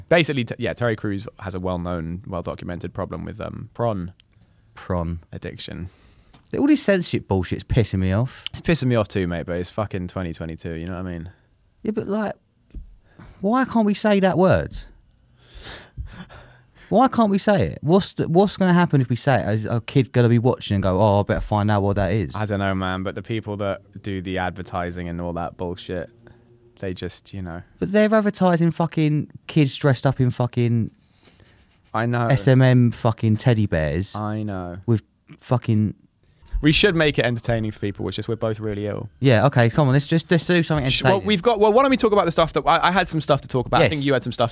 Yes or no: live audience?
no